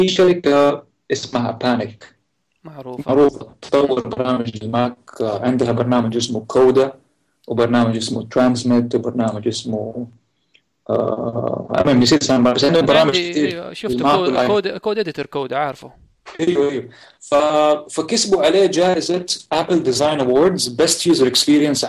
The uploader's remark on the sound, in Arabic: سامحونا مقدماً على جودة الصوت.